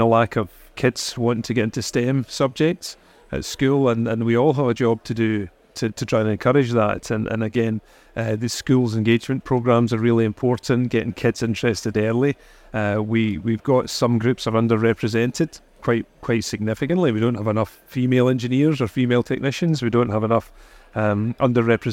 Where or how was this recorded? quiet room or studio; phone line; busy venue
busy venue